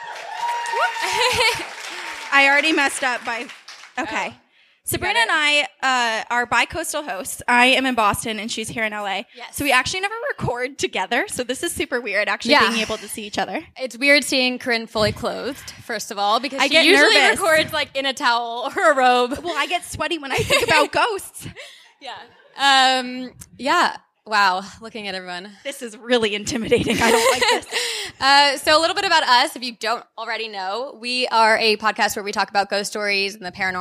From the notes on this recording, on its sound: We were fortunate enough to have a live show at the Outlier Podcast Festival in September of 2018.